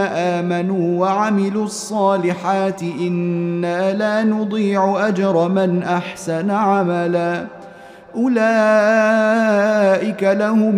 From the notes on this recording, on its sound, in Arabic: مسجل من صلاة التراويح بمسجد السلام بحي مشرفة بجدة